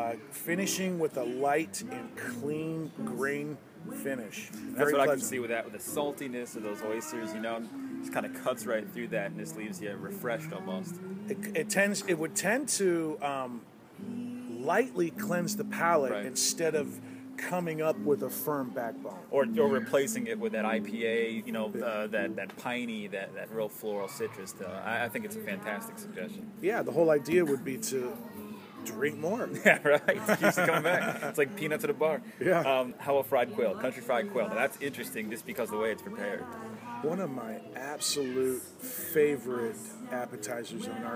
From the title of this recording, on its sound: LIVE Ulele Spring Brewery